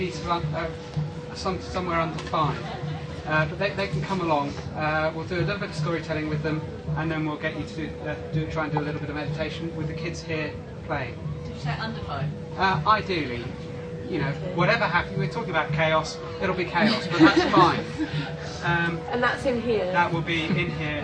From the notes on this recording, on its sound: Listen for some lovely singing throughout! Talk given at the Buddhafield Festival in 2006.